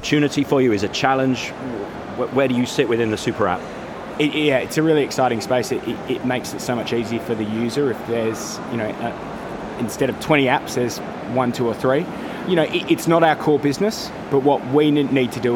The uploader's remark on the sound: out and about, so please excuse the background noise